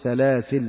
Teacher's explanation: حذف ألف سلاسلة وقفا فيكون الوقف على لام ساكنة